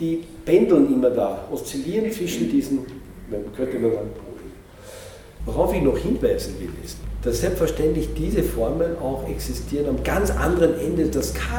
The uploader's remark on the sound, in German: Ausschnitte aus seinem Vortrag, welcher den Beginn des Symposiums stellte